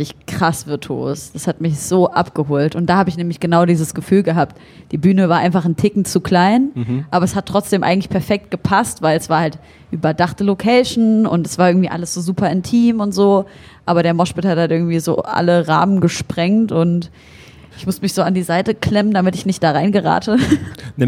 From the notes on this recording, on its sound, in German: In der Live-Ausgabe vom BACKSPIN-Stammtisch beim diesjährigen Reeperbahn Festival